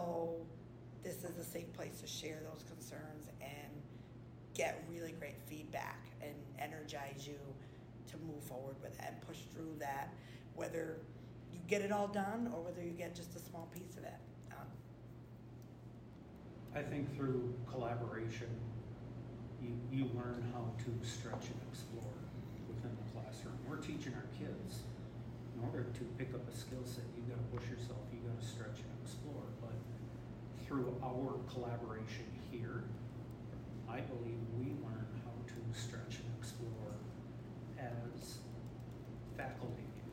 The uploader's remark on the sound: Live from the Institute! The Institute is a professional development opportunity that features cohort-based collaborative learning, instructional workshops, community building, and open studio time.